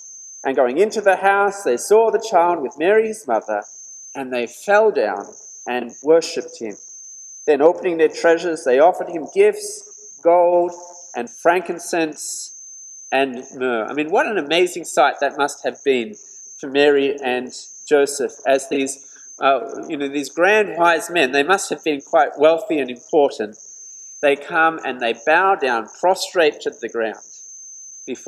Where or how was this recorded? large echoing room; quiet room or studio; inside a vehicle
large echoing room